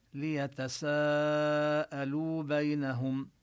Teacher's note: ليتساءلوا نمد الألف أربع حركات